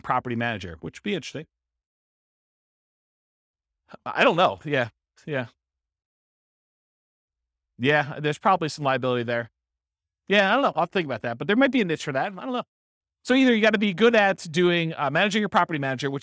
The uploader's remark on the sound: This was a live class recorded